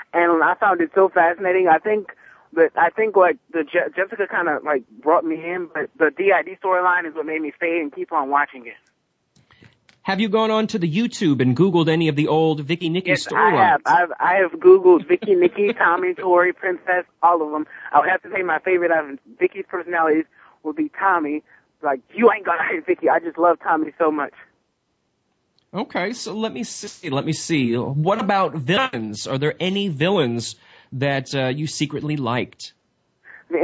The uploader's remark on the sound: Soap Central Live opens the phone lines to fans